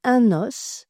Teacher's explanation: On dit donc « un os » avec une liaison en « n »